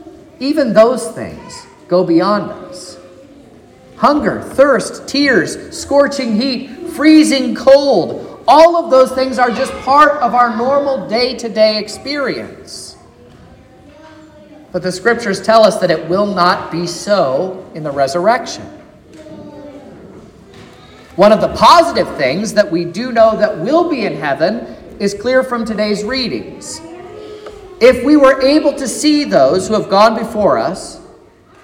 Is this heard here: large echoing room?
yes